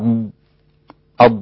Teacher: من عند الأضراس العليا يخرج حرف الضاد